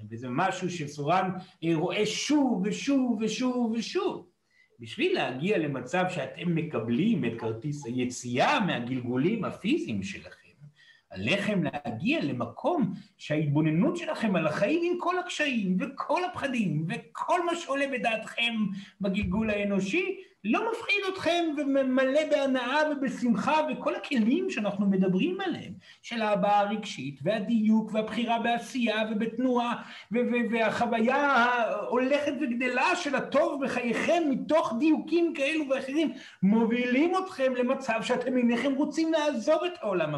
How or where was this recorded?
live audience